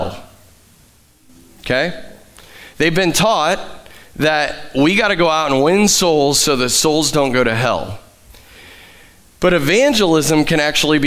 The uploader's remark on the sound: Live from The Summit Church in Dover, OH.